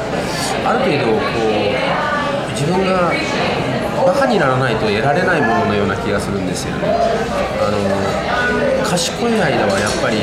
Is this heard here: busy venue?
yes